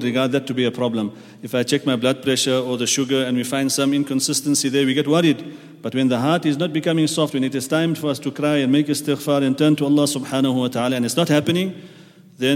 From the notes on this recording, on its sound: at the Houghton Masjid (West Street)